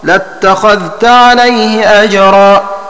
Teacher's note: بتشديد التاء وفتح الخاء